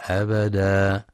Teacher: المستمعون الكرام، في كل رؤوس آيات سورة الجن ورد مد العوض، ومد العوض يمد في حال الوقف عوضا عن فتحتي التنوين في حال الوصل، ويلحق بالمد الطبيعي، ويمد بمقدار حركتين، فحكمه القصر، ومن الخطأ أن يمد أكثر من حركتين